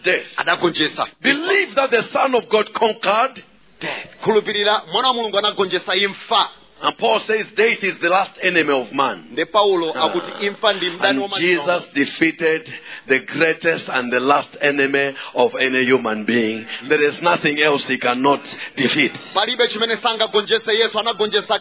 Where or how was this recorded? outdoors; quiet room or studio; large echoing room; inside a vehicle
large echoing room